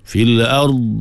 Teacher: Pegang dhad. Jangan lepas. Lepas. Dia akan jadi qalqalah, jadi salah. Sebab dhad bukan sifatnya qalqalah.